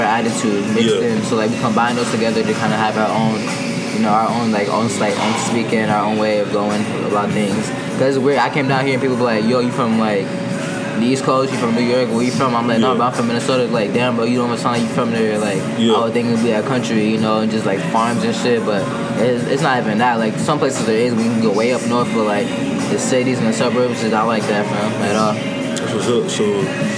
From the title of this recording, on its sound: Starbucks Convo